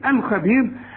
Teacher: الخبير الراء حنقف عليها مرققة